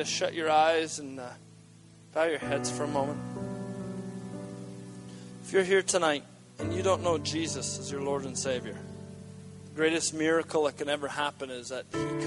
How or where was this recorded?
large echoing room